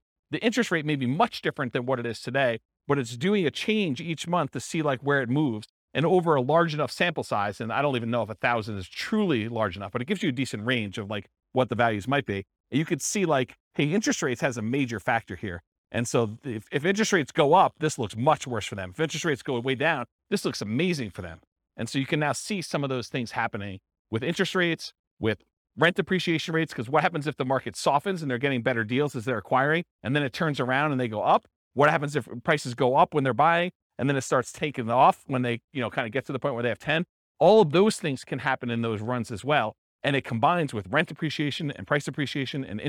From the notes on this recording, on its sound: This was a live class recorded